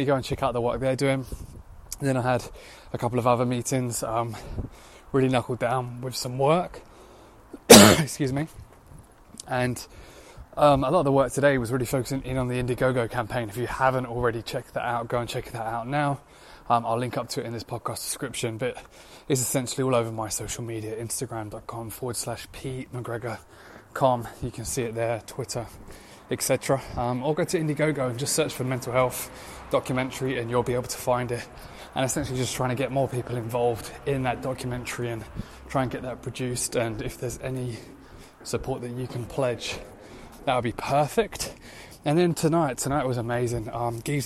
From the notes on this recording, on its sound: I was walking home last night from a productive day in London, it was 11pm, dark, I was power walking to get home as quickly as possible but I decided to hit record on a voice note